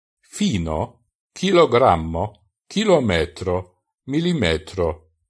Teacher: Das I wird im Esperanto immer geschlossen ausgesprochen, niemals wie Ö